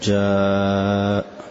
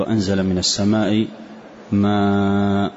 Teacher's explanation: كلمة يعني إذا أتانا حرف مد بعدها همزة، فالمد هنا وجوبا، وهو الذي يسمى المد المتصل، مثل جاء حرف المد بعد همزة فنقول هذا مد متصل واجب المد. ومقدار المد فيه من 4 إلى 6 حركات وجوبا، فلا يقتصر على حركتين